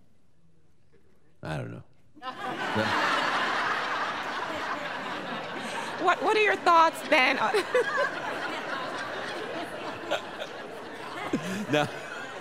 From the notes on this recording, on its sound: Live from Boca Raton, FL. Answers questions from our live audience.